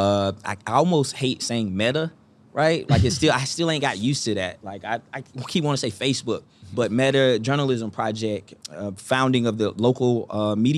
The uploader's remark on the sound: Live from the roof of American Underground at the Google for Startups Black Founders Exchange. Live from the roof of American Underground at the Google for Startups Black Founders Exchange.